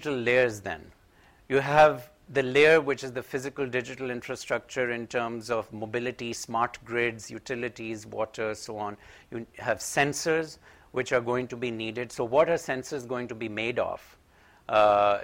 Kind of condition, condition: setting, large echoing room